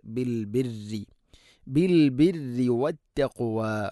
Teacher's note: ഖാഫ് തൊണ്ടയുടെ മുകൾ ഭാഗവും കഴിഞ്ഞ് ചെറുനാക്കാണ് മഖ്റജ്